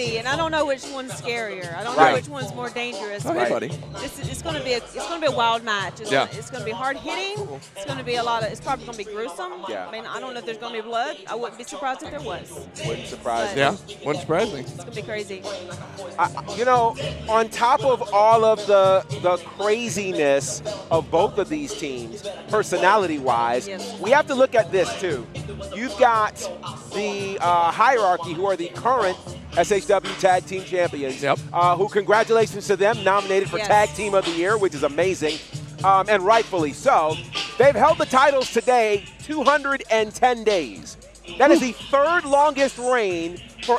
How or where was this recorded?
busy venue